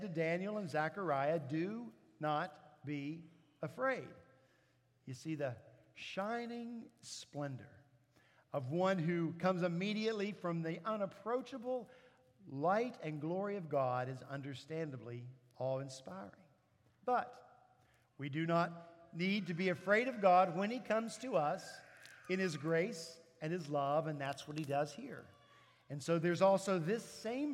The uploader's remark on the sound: At Redeemer Presbyterian Church in Charleston, SC